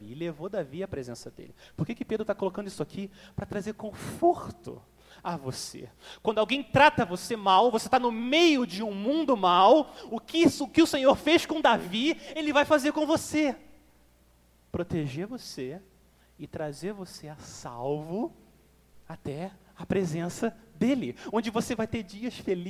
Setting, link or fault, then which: setting, large echoing room